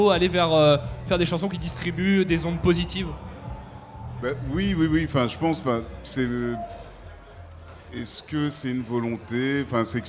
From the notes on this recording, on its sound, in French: Radio Campus Paris amène son studio à Rock en Seine pour trois émissions en public. Ces émissions auront lieu en présence de professionnels de la musique et des groupes franciliens programmés chaque jour sur la scène Île-de-France.